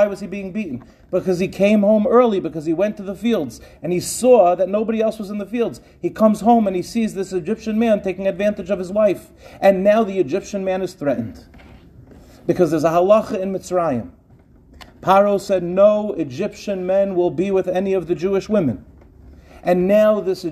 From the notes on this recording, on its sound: In this shiur, delivered on the NCSY staff training Shabbaton.